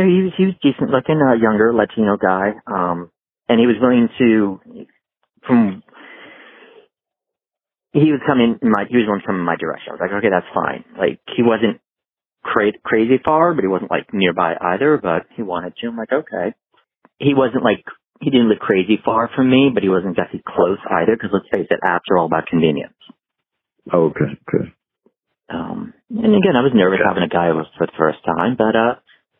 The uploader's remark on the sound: The sexual chemistry took over, and we decided to record the call.